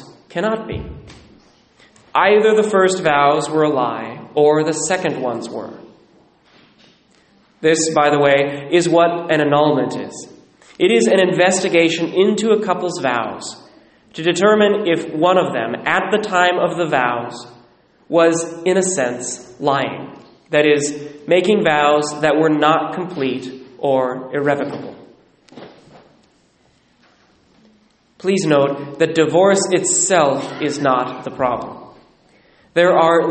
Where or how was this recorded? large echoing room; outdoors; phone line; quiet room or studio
large echoing room